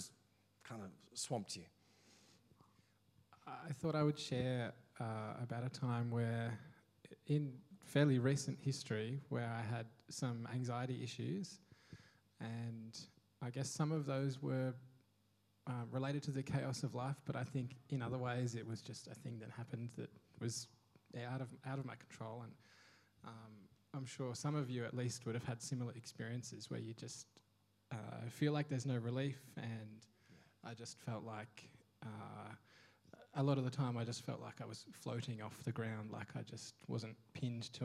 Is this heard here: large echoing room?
yes